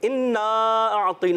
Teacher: انا اعطینا اس میں ہم نے مد کرنی اعطینا ط کو موٹا رکھنا ہے